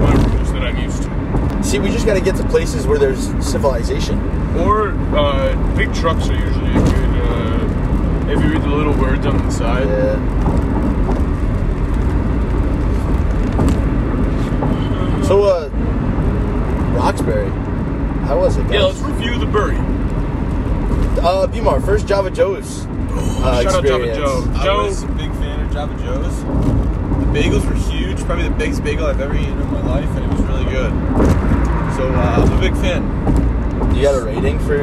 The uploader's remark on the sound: We recorded this in a car with my phone. We're road trippin this episode.